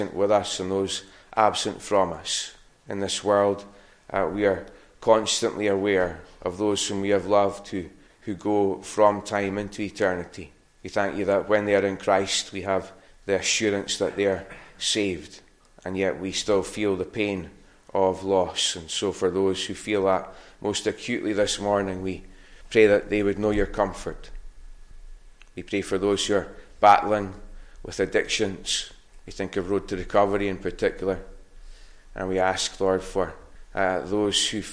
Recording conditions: large echoing room